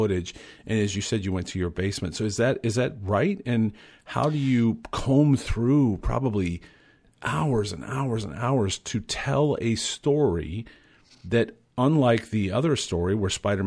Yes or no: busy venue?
no